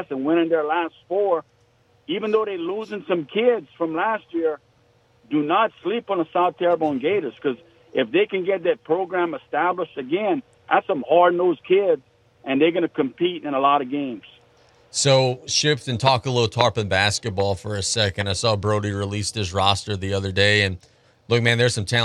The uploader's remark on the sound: We go to the phone lines